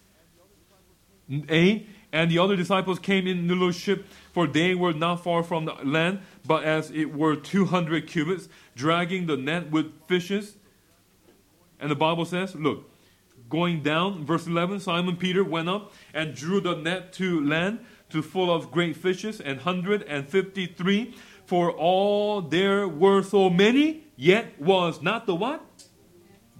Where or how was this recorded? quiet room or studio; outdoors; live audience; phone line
live audience